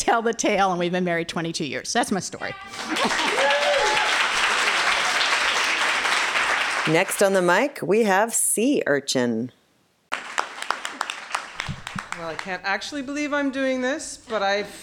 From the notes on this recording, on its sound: Recorded live at Wellfleet Public Library